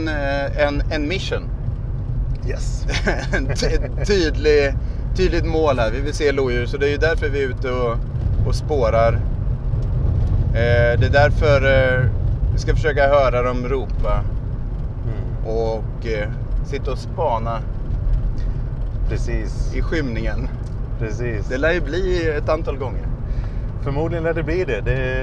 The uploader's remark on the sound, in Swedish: Vi får följa med honom in i gömslet den sista kvällen. Som vanligt är det äkta ljud ni hör som vi har spelats in på plats, Naturpodden använder inga ljudbanker.